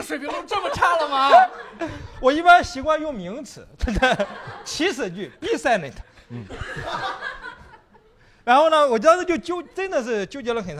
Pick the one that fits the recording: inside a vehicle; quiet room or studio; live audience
live audience